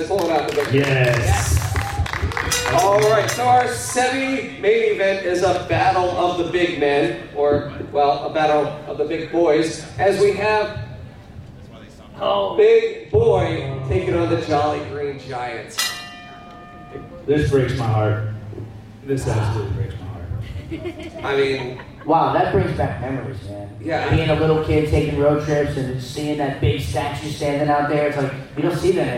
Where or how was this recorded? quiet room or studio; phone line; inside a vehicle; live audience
live audience